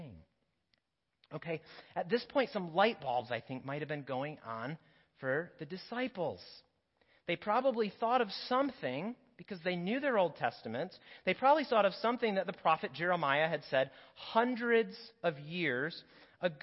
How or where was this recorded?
large echoing room